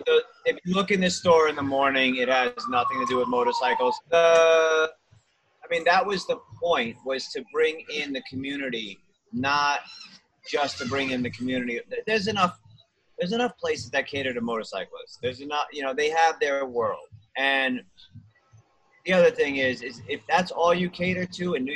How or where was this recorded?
video call